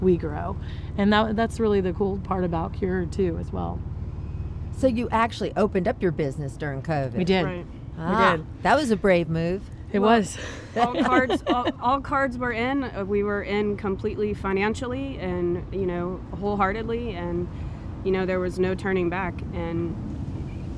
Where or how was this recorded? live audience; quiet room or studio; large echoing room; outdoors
outdoors